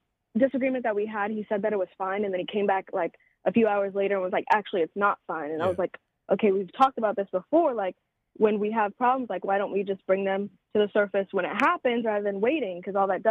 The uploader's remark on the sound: Then they give some advice at no price to a couple of listener call ins.